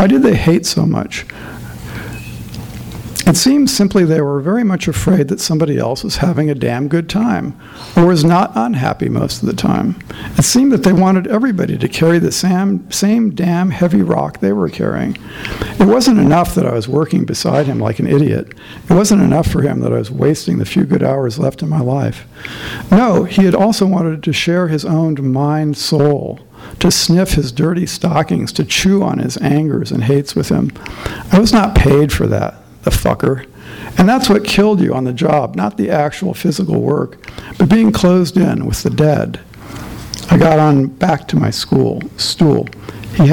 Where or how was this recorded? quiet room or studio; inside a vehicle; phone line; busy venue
busy venue